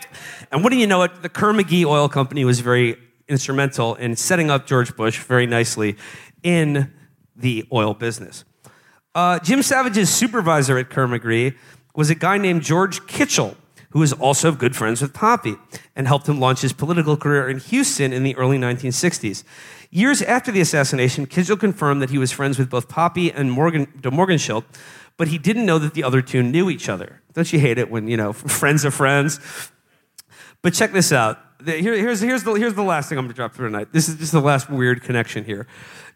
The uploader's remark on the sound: Best of Texas Live. Live from Dallas and Houston.